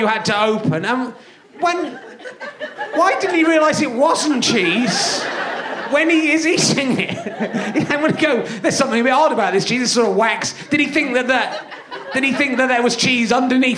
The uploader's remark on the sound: Leicester Square Theatre Podcast